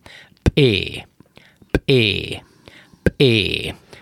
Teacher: A Lacik, tehát fölpattintom az ajkaimat a P hangra, de még nem indítom a magánhangzókat. Hát ezt a nyelvtudomány kidobó, vagy kivető kiejtésnek nevezi, latinul ejektív kiejtésnek.